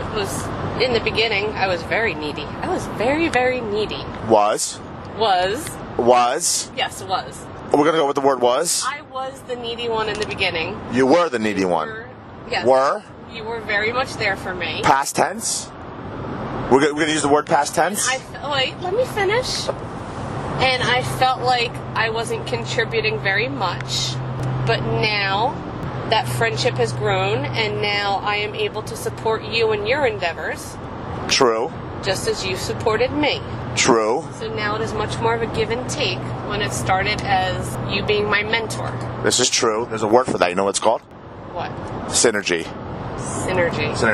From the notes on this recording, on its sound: Friday Night Car Ride. Hang out in the backseat. Zoom down the New Jersey Turnpike.